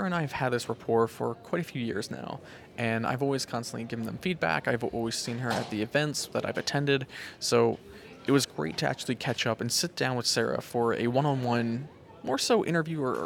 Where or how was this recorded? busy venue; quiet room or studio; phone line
busy venue